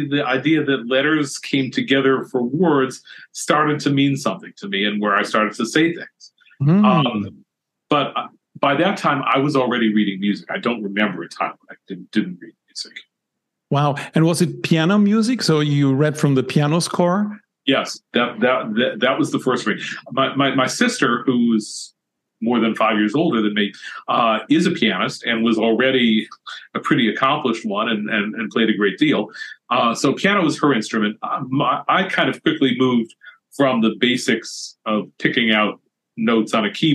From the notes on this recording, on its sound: We recorded this episode via Zoom. Before the talk, he lost his voice. To spare his voice and energy, we stopped the recording at a certain point.